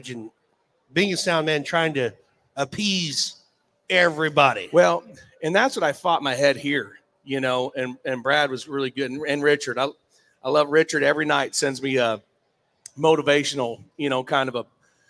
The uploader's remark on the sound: RümpChät Live 2023 - NFR Edition 9. RümpChät Live at the 2023 NFR.